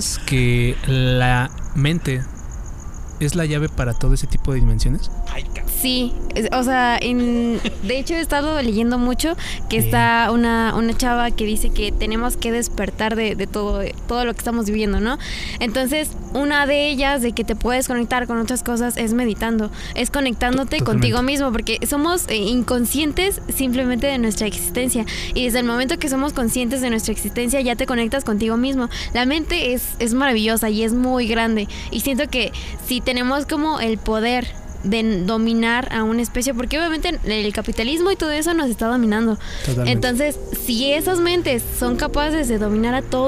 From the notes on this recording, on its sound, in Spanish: Este podcast fue Grabado en un espacio al aire libre en medio de la noche